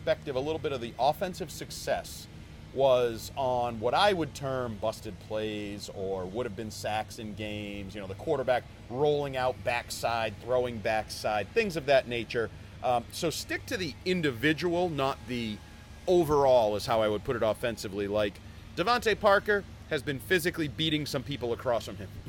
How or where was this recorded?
outdoors